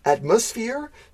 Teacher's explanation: maybe in the UK, we would emphasize the second syllable